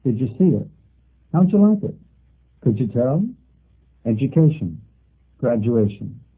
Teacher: D and Y equals J.